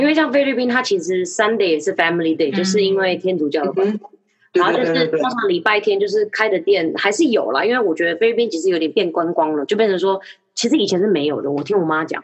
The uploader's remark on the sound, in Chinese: 這次使用遠端錄音的方式，所以音質可能沒有之前幾集這麼好。